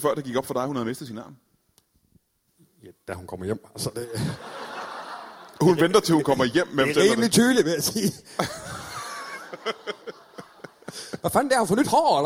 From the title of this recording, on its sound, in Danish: LIVE fra Værket i Randers